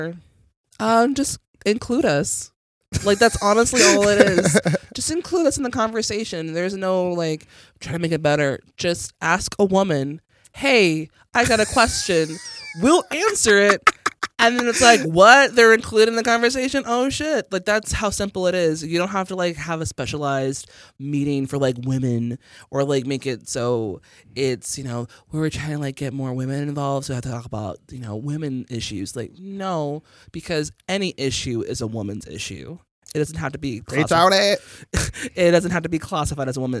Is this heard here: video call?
no